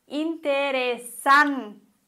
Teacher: Betonung auf der vorletzten Silbe.